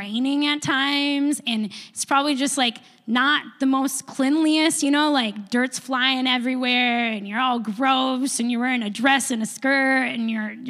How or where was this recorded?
large echoing room